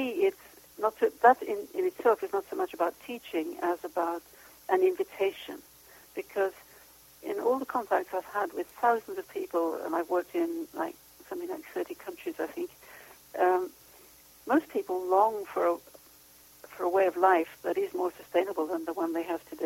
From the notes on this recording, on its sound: She called in from Europe, where she is based.